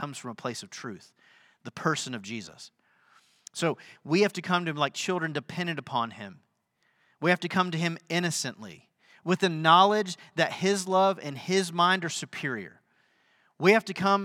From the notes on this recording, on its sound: Sunday sermon at The Fellowship in Nashville